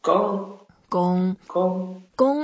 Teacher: 功 is first tone, so we keep it flat